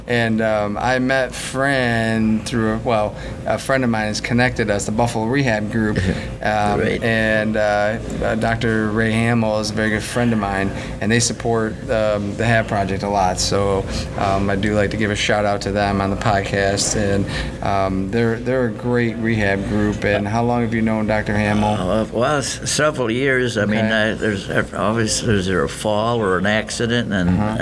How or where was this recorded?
busy venue